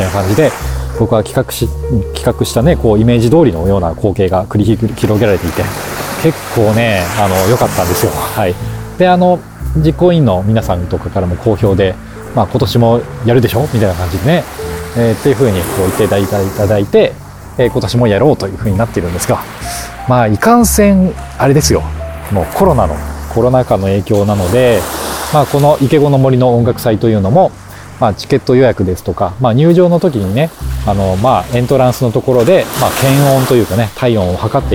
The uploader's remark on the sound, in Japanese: ロケ地：真夜中の逗子海岸。真夜中の 浜に響くは 波の音…。